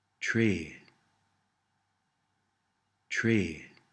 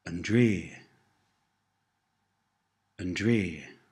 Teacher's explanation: The T sound softens to a D sound.